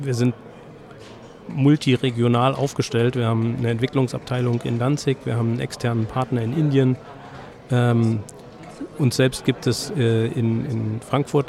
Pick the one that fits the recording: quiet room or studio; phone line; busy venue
busy venue